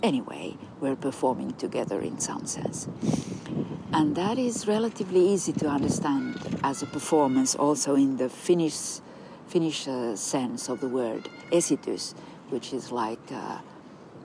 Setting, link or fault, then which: setting, outdoors